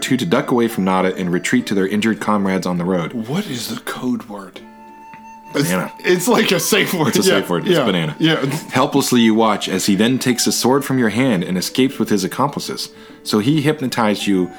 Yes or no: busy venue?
no